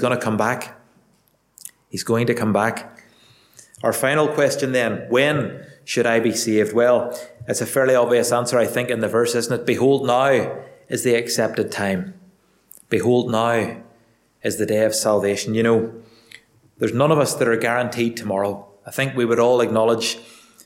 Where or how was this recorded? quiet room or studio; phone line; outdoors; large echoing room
large echoing room